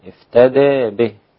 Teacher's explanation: مفيش مد، ده مد طبيعي حركتين